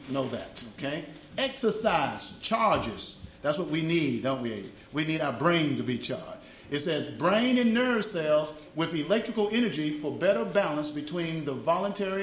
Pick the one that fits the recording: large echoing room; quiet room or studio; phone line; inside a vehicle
large echoing room